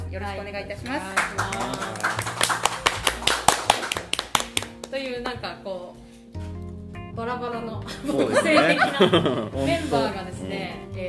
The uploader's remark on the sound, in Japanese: 初めては公開収録！公開収録スタイルで、4名のパーソナリティの自己紹介と企画発表をしました。